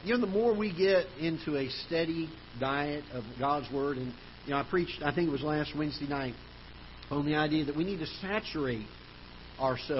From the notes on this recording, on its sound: Ketha Heights Baptist Church ~ Live Broadcast.